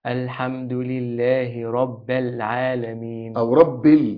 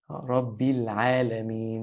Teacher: من الناس من يقرأ الباء بفتحها، صحيح، ولكنها مكسورة